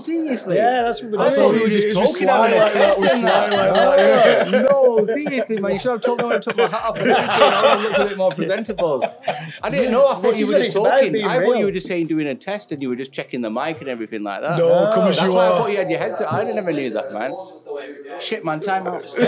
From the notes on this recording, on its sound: Take the Mic at Midnight Lancs Car Meet!